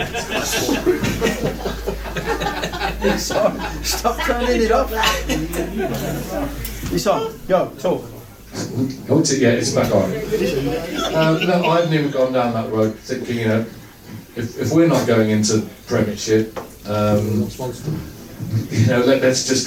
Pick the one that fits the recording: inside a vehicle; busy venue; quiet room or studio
busy venue